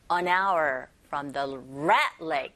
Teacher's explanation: 여기서 hour의 h는 무음하시죠? 안에 응이라는 자음과 hour의 아라는 모음과 연결되어져서 연음현상, liaison